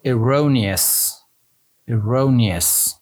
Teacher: The stress is over the second syllable.